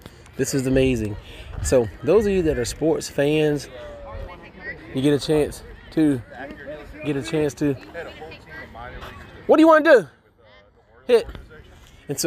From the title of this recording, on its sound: Live from the field!